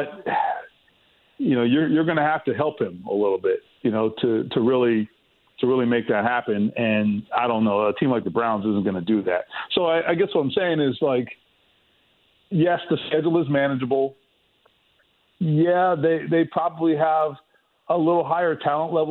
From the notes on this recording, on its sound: He takes some calls and answers some questions from listeners online about the loss as well. He then opens the phone lines back up and takes some calls! He takes some more phone calls from listeners as well!